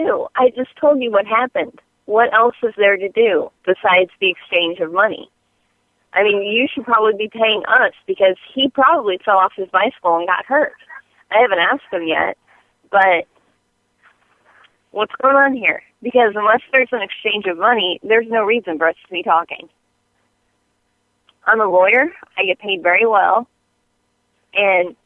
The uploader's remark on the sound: Personal Prank Phone Calls Collection